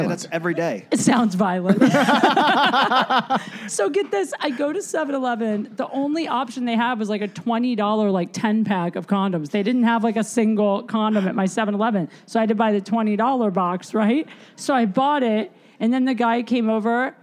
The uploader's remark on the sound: LIVE FROM NOHO COMEDY FEST. We went live onstage in North Hollywood.